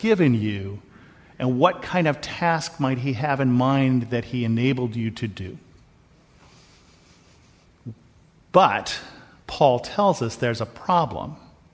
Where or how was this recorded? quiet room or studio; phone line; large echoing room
large echoing room